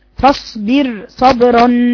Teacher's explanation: الراء الاولى مرققة لان ما قبلها مكسور، فاصبر صبرا، راء التانية مفخمة